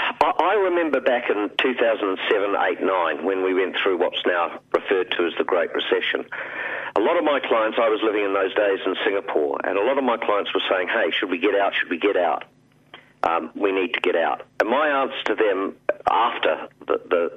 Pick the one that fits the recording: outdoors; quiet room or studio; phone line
phone line